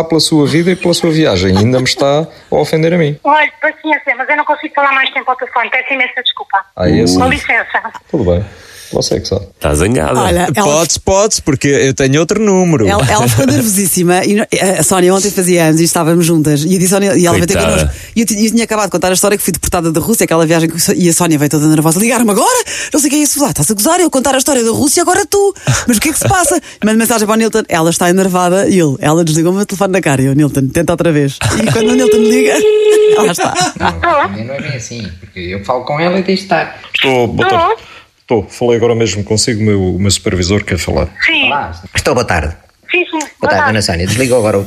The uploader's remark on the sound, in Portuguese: RFM - Telefonema.